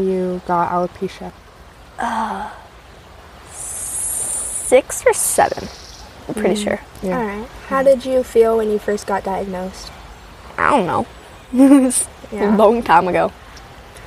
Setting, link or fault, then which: fault, sounds in the background